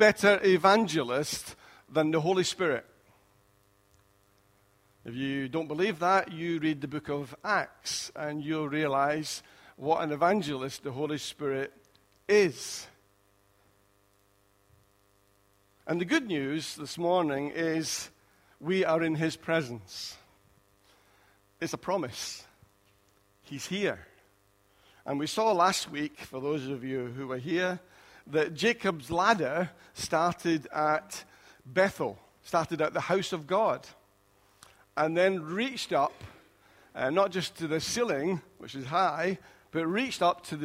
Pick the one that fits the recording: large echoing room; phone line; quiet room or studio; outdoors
large echoing room